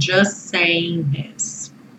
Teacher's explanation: Os dois S's viram um só, porque o T do just não está sendo pronunciado